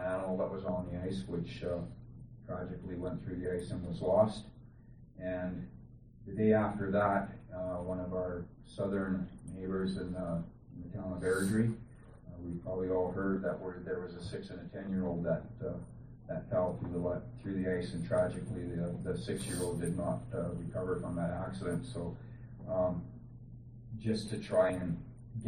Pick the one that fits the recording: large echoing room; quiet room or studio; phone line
large echoing room